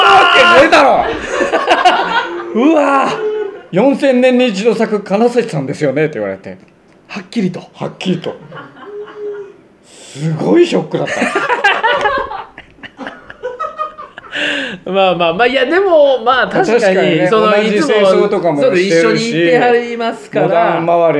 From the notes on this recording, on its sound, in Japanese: 公開収録